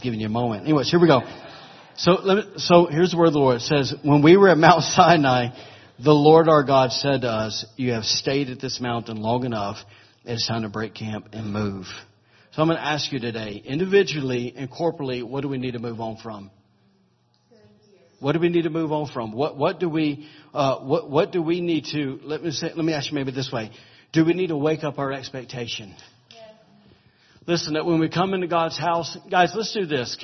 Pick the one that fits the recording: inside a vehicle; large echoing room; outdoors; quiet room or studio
large echoing room